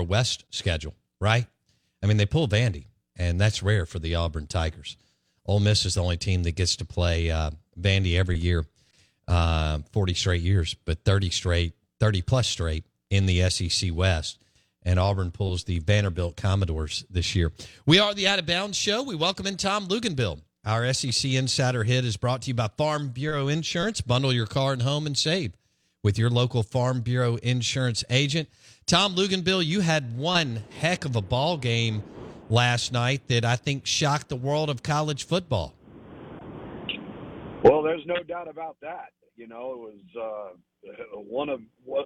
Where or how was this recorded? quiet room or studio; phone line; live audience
phone line